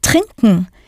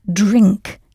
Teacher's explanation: the German T sound shifted and softened to a D sound